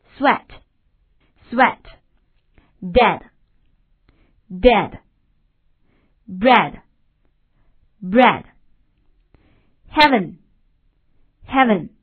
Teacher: 它的口型要稍扁一点，那么它的舌位处在半高半低之间，它是一个短音 · Term: 前元音